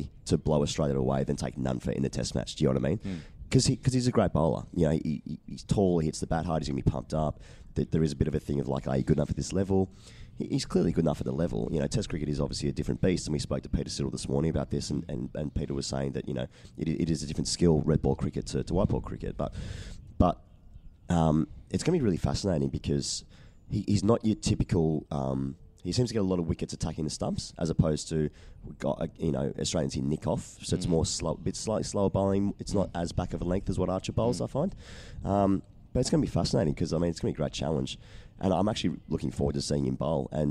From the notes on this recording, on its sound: Recorded from Hyde Park and the Australian team hotel on Lord’s Test Eve